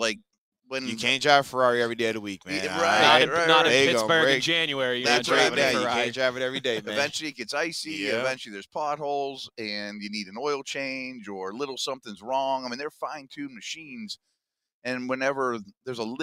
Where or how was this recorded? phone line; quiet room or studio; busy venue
busy venue